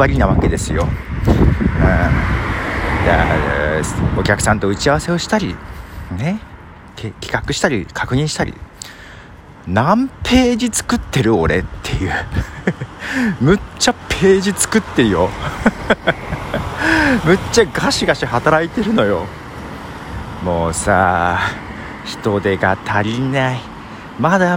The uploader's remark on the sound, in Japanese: 夜道を歩きながら